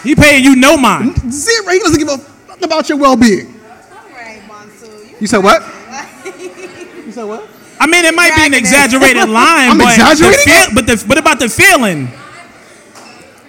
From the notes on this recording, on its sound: In front of live audience in New York City.